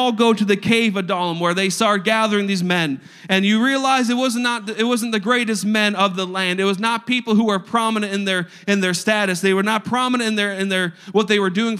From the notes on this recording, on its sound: a service recording from Connect Point UPC